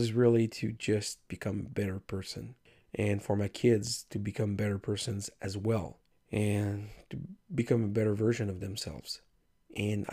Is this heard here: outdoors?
no